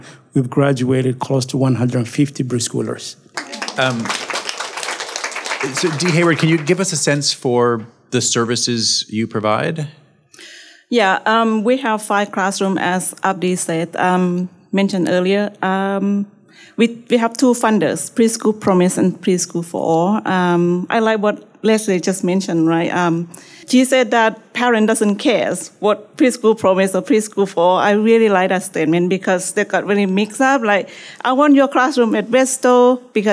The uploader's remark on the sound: In front of a live audience at the Rockwood Market Hall in Gresham.